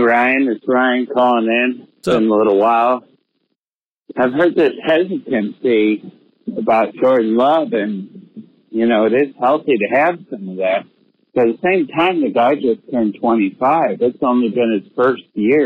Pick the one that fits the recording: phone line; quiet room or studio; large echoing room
phone line